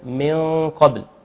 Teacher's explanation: الغنه هنا مفخمه تبعا لحرف القاف بعدها